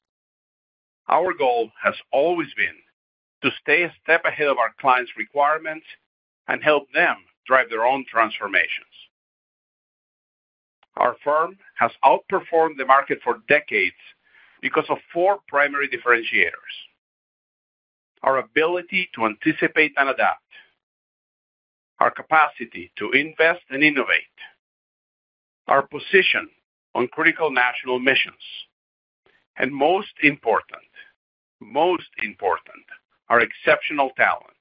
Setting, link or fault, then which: link, phone line